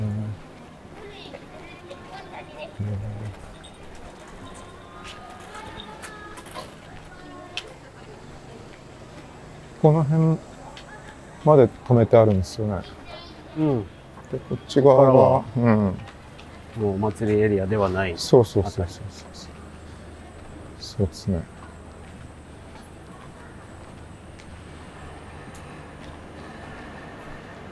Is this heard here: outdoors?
yes